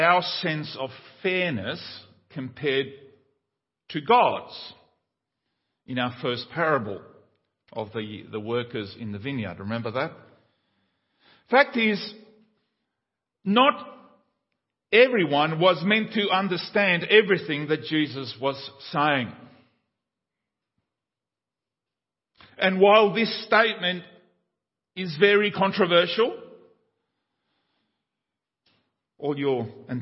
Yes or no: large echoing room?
yes